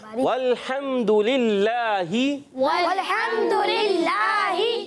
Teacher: للہ اس میں جلال کا لام ہے، اللہ پاک کا لام ہے یہاں، مگر اس سے پہلے کیا آ رہا ہے زیر. تو کیا کریں گے یہاں پر باریک کریں گے